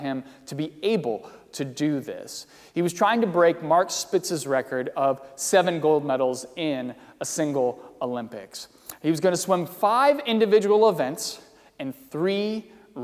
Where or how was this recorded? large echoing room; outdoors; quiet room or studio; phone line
large echoing room